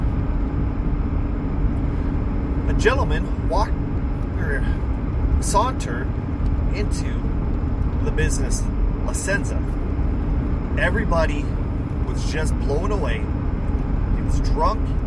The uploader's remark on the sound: Of course I screwed up on the audio again because I had my FM modulator plugged in which cancels by microphone so there's going to be a lot of loud background noise.